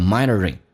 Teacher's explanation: minor 跟 in 有个连音叫 minoring